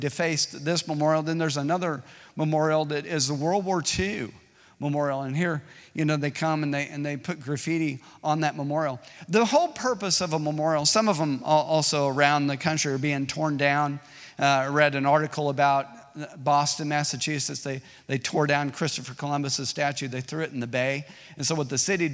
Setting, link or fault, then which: setting, large echoing room